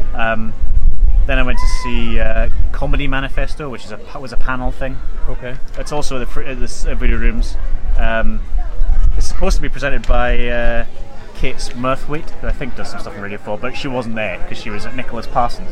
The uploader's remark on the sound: We’ve moved outside, lured by the promise of some sun that didn’t really materialise. The Edinburgh wind however did… as demonstrated by the buffeting on the microphone.